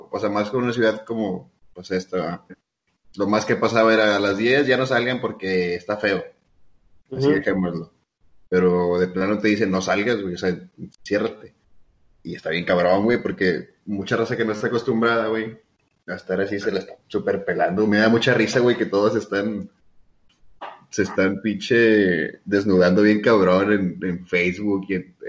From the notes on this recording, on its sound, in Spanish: Primer episodio grabado por video llamada, la maldita cuarentena nos tiene alejados..